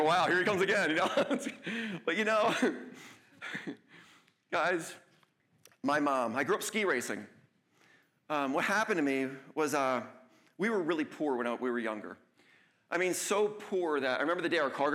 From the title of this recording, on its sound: LIVE at the County College of Morris